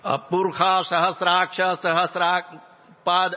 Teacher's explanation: मूर्धन्य श है और उसको ख पढ़ते हैं